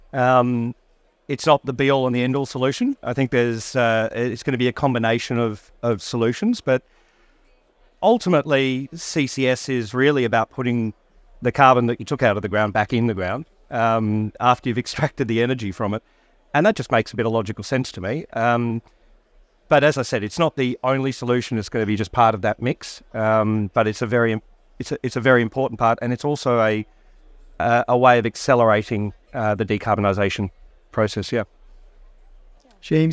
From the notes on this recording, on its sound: Recorded live at Offshore Europe 2023.